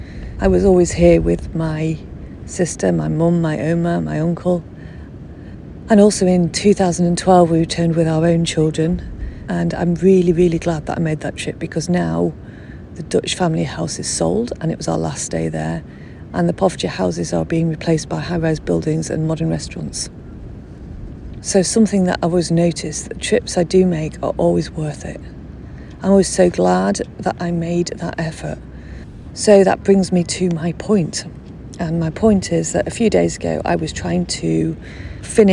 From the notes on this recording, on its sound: A podcast recorded on location as I revisit the beach in Holland that holds a special place in my heart.